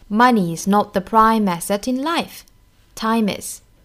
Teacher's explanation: Not 尾音的 t 省掉